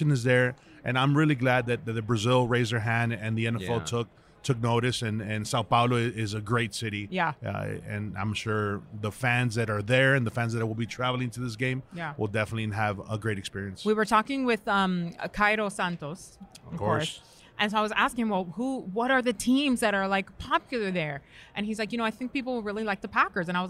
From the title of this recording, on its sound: Live From Radio Row